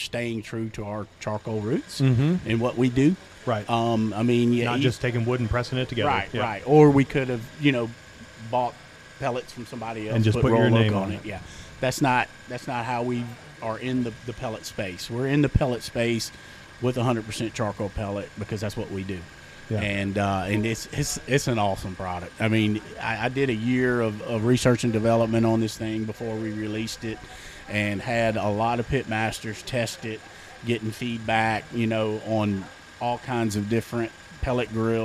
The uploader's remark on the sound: Live From The Jack